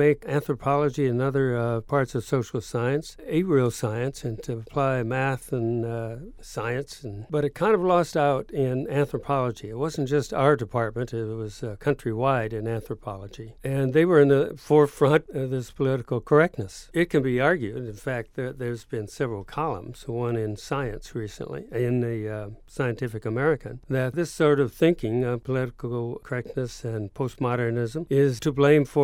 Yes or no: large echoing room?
no